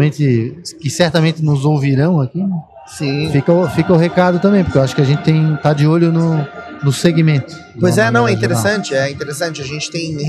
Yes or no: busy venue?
yes